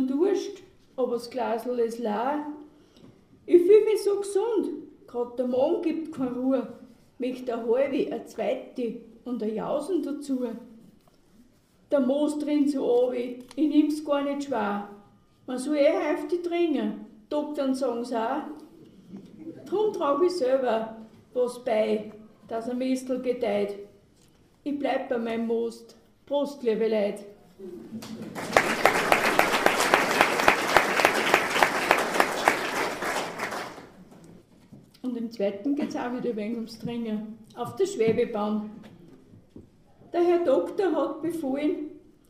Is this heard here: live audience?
yes